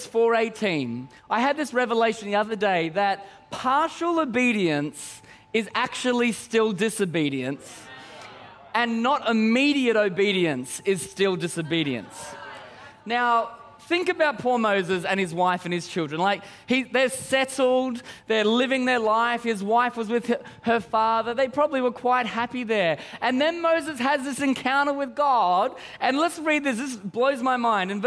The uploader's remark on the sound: Recorded during our 5pm service.